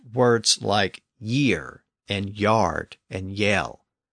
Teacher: the hard G sound shifted forward to a Y sound before the front vowels in Old English, and it produced words like year and yard and yell. · Term: initial Y sound